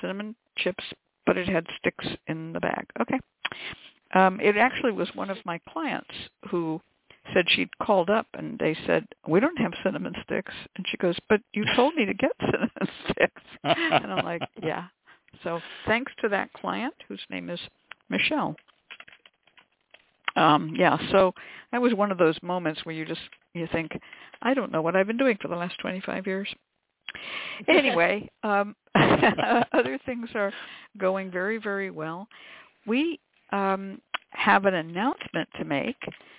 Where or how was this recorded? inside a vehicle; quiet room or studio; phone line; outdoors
phone line